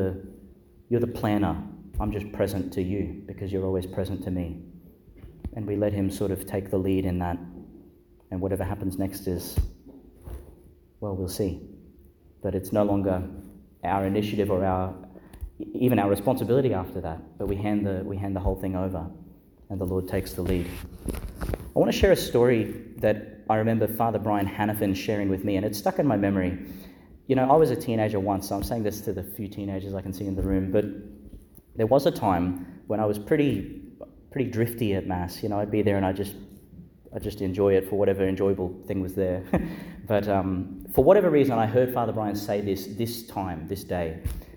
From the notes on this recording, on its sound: Homily for the Fifteenth Sunday in Ordinary Time, delivered in Our Lady Star of the Sea Church, Gladstone, Qld.